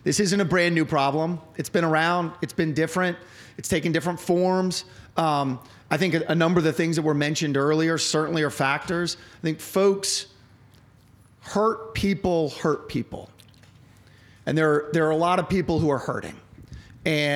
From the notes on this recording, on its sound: Seven candidates took part in the forum, which was held at the Honey Alexander Center in front of a live audience.